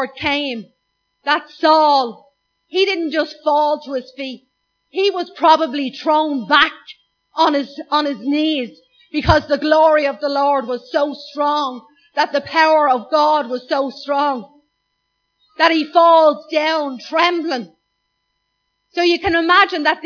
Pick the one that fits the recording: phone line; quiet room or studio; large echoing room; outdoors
large echoing room